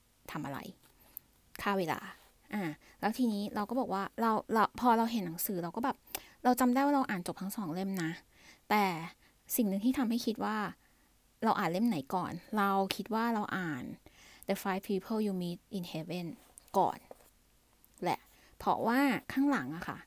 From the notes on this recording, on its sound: Recorder: voice memo.